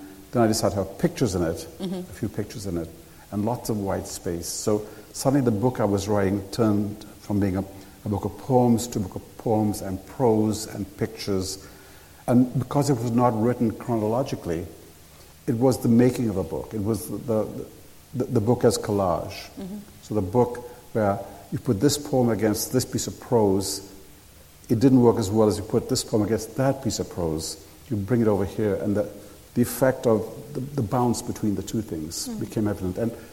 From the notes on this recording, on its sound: at a Guardian Live event